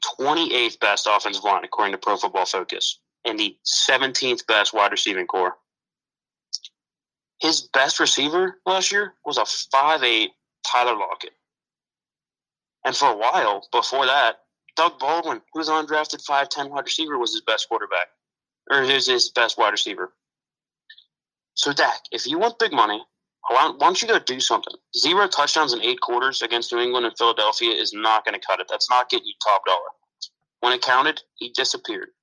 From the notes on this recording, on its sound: on the phone.